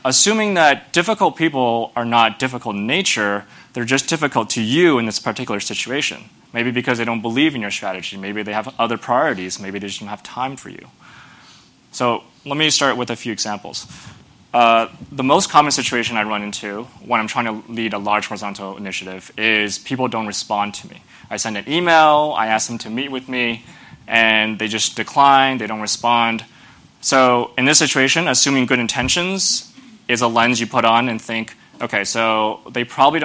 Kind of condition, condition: setting, busy venue